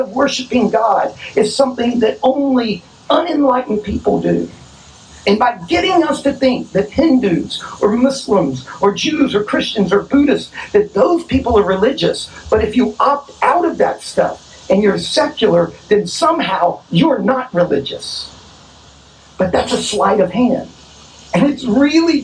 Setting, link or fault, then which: fault, poor sound quality